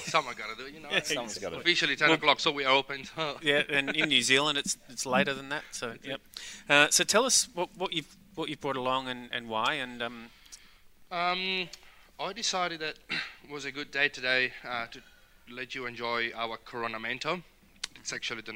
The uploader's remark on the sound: King Valley Outside Broadcast.